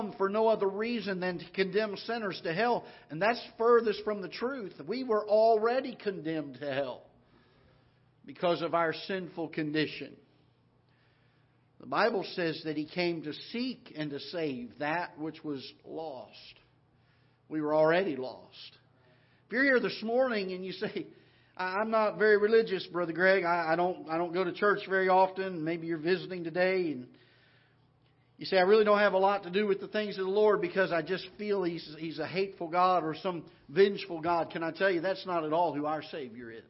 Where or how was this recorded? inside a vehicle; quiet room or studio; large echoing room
large echoing room